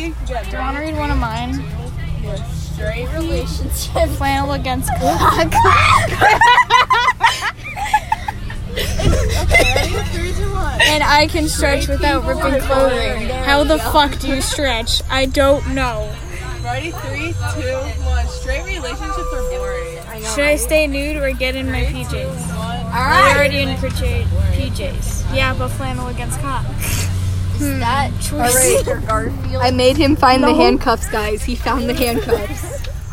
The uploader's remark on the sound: Recorded on a bus